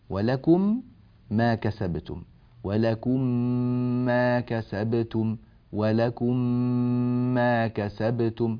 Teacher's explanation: ميم ساكنة وبعدها حرف الميم، هذا الاحتمال الباقي من الحروف الهجائية، تدغم الميم في الميم، تدغم الميم الأولى في الميم الثانية